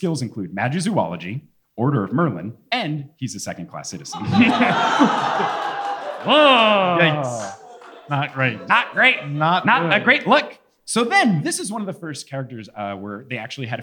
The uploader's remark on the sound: LIVE FROM NEW YORK!